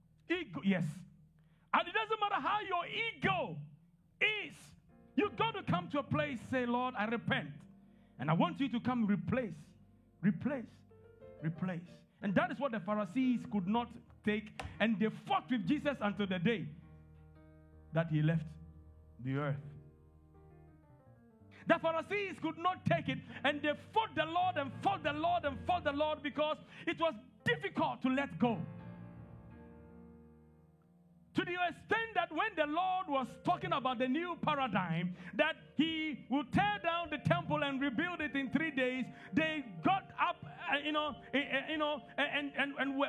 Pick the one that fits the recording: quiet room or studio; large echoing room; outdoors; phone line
large echoing room